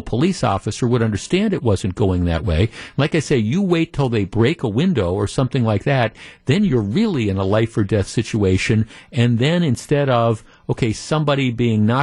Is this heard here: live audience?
no